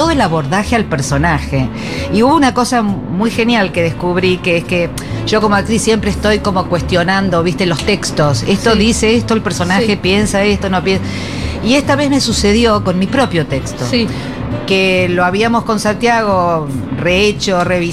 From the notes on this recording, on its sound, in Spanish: Segurola en vivo en Yunta Bar by Futurock FM.